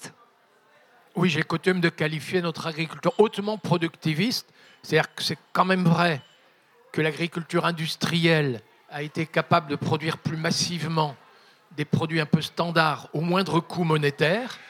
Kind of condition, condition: setting, live audience